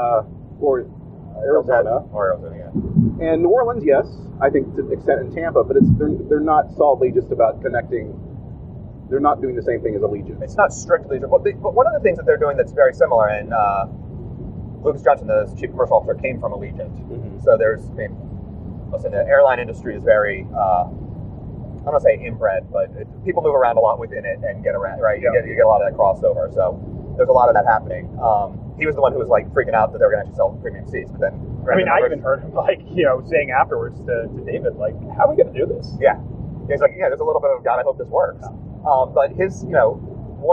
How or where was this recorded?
inside a vehicle